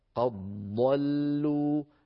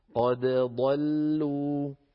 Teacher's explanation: تبدل الدال ضادا وتدغم الضاد الساكنة في الضاد المتحركة فيصير النطق بضاد مشددة ولا يبقى للدال أثر · Shown in: first take · هكذا قد ضلوا. أعود فأقول هذا على رواية ورش عن